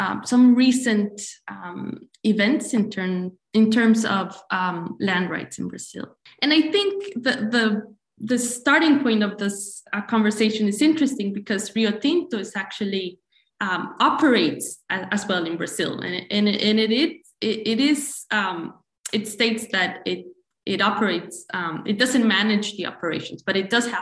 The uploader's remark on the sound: This event was held via Zoom on Wednesday 8 December, 2021.